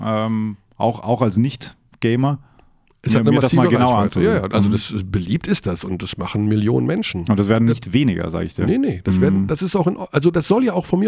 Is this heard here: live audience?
no